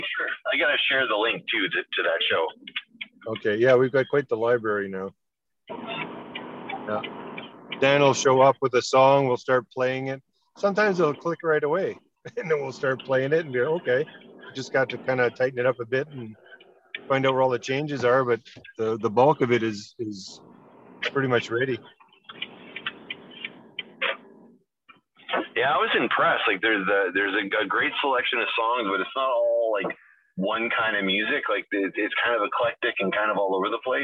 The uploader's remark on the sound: Learning how to Zoom while driving. Both trying to find their way to an off-site meeting. Try their best to master recording on the road and not getting lost in the streets of Winnipeg.